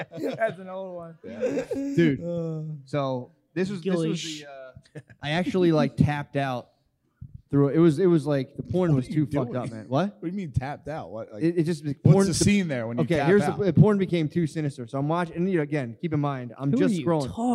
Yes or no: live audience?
yes